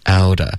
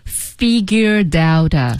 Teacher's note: I think I figured 跟 out 要连读 figured out 然后 out 跟 a 也需要连读 figured out out 的 t 呢这段会浊化成一个的的音